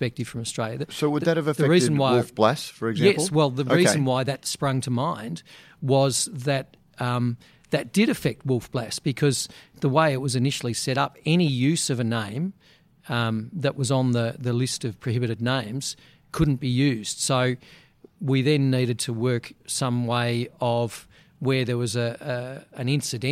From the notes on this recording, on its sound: We were able to take Radio Brews News to BrewCon and capture a little of what was on offer to those who were lucky enough to get to Australian craft brewing’s annual conference and trade show.